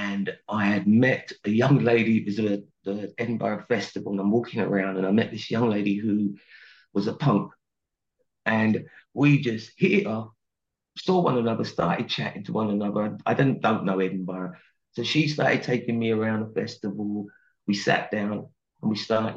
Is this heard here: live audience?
no